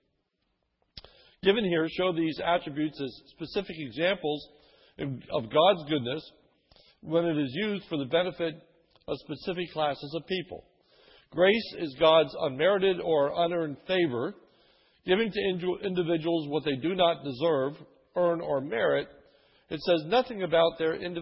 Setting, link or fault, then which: setting, large echoing room